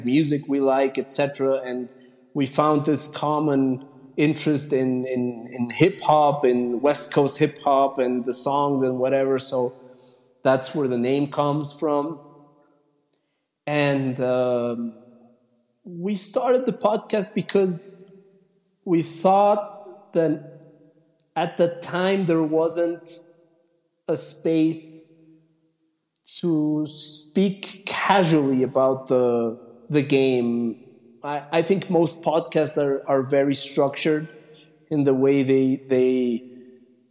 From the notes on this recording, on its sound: It sounds like I interviewd him in a cave for that hard core journalist effect.